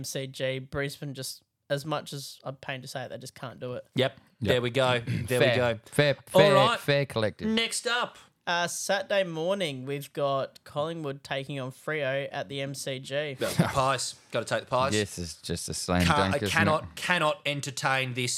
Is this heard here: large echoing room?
no